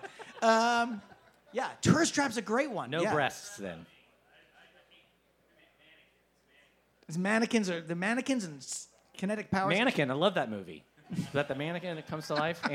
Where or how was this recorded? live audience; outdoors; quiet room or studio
live audience